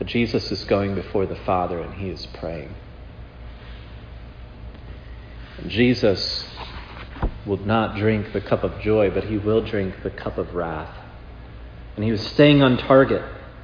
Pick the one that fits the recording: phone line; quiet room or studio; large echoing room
large echoing room